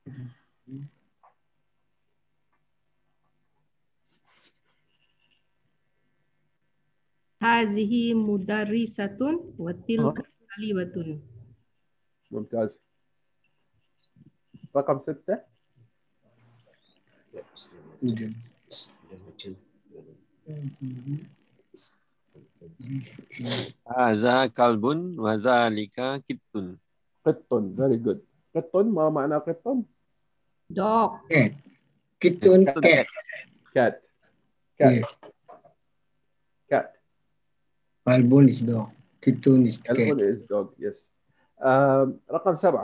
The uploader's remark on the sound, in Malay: Rakaman zoom pada setiap Ahad 9.